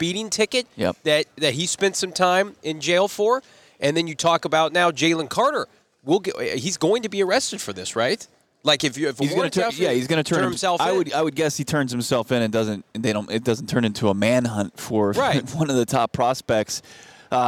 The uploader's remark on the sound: LIVE from the NFL Scouting Combine